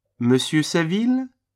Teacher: Note the rising intonation at the end of the name.